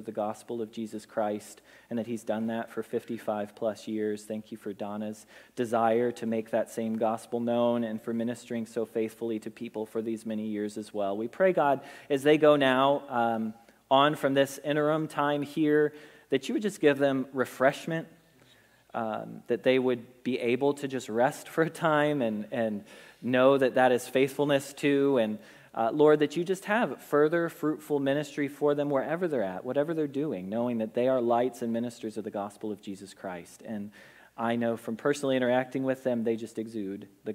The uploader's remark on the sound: Message Preached at Valley Creek Church